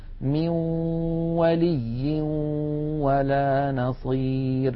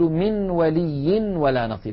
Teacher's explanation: هنا يا إخوتي عند الإدغام بغنة يخرج صوتان في آن واحد، واو من الشفتين في المثال الذي معنا، وغنة من الخيشوم، مجموع هذين الصوتين يشكل النون المدغمة في الواو. من الأنف يخرج غنة ومن الشفتين تخرج واو، يبدأان معا وينتهيان معا · Shown in: first take